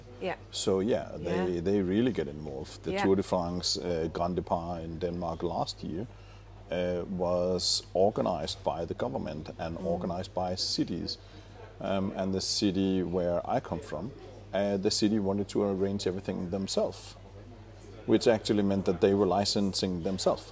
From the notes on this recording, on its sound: Welcome to my first in person podcast episode. As this is recorded live in the RheinEnergies Stadium, there are background noises of talking, bottle crates and the Football Club’s mascot reminding us of session start times.